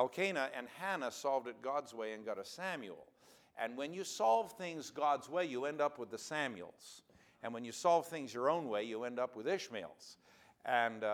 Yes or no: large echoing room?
yes